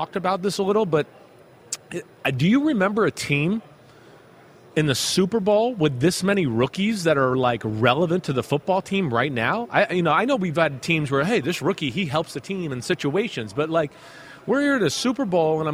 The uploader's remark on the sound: PFT Live from Super Bowl Media Week in Arizona